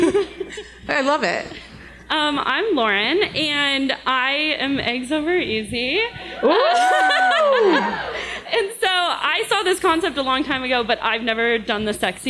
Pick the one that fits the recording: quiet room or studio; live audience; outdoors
live audience